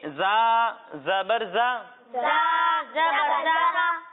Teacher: جب ہم زا کی ادائیگی کریں گے تو اس میں سیٹی کی آواز آئے گی